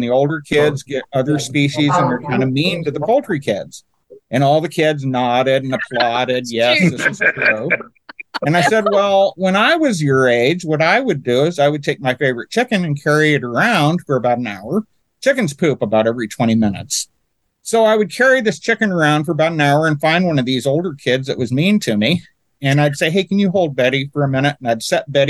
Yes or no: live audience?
no